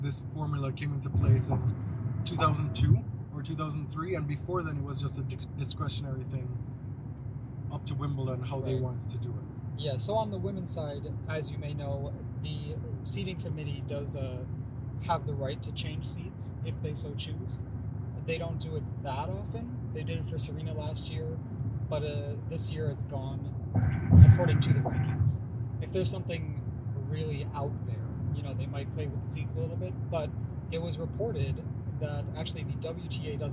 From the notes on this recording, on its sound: We're bringing you our Wimbledon preview from the car, driving down I-90 in Upstate New York.